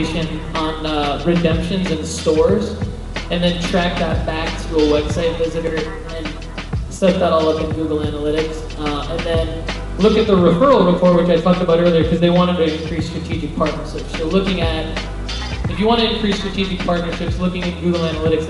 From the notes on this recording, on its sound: Keynote at The City Winery. Nashville Marketers.